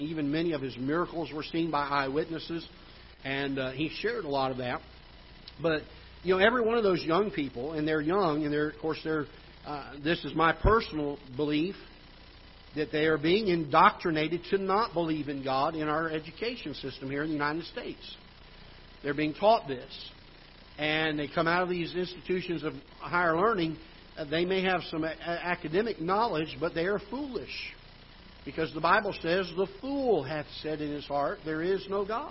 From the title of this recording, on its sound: Ketha Heights Baptist Church ~ Live Broadcast